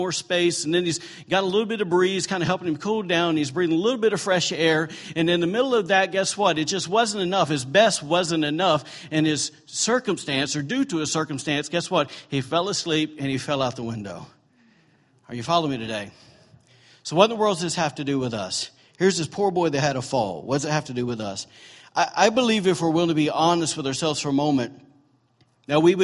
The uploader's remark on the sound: was recorded on Sunday, December 10, 2017, during morning service at Celebration Life Family Church.